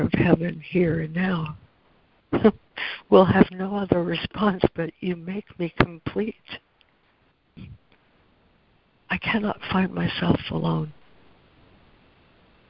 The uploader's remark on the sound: ACIM Daily Conference Call.